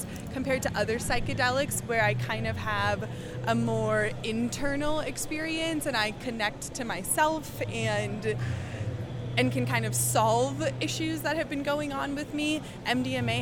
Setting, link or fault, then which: setting, busy venue